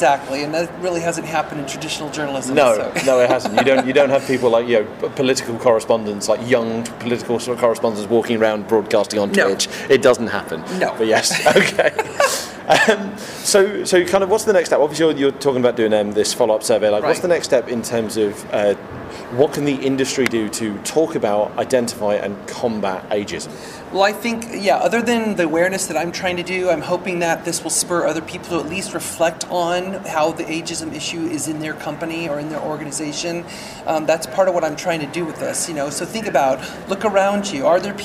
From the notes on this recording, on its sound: Recorded at E3 2018